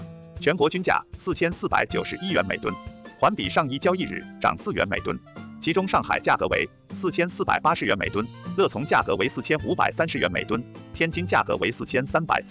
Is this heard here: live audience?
no